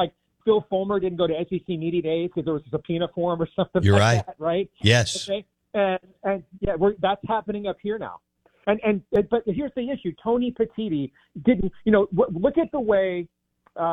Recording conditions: phone line